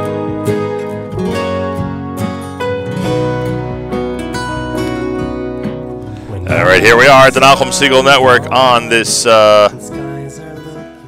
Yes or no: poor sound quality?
no